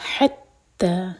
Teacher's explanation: حا حلق سے اور تا دوہر کا لمبا، تا پر فتحہ اور ساتھ میں ہے الف مقصورہ.